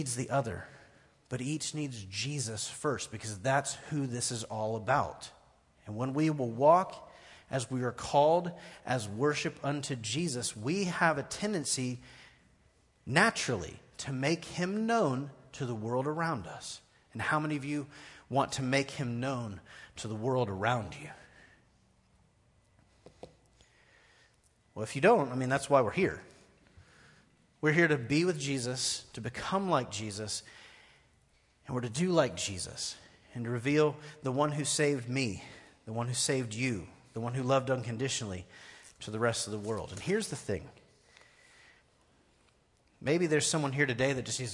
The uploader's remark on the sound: Recorded live at The Fellowship at Two Rivers on February 24, 2019.